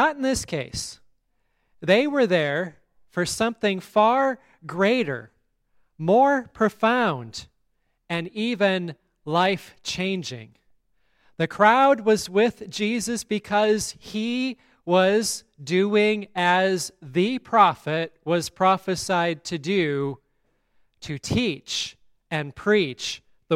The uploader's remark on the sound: On this day we blessed our rebuilt pipe organ. The service at Grace Lutheran Church, Lexington, MO.